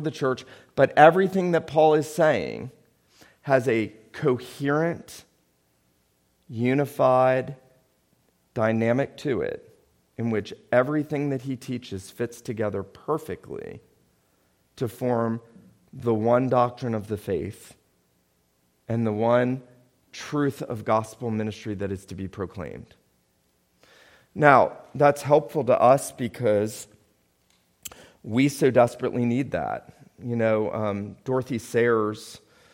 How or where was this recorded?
large echoing room